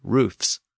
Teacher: that word has lost its plural V in many modern English dialects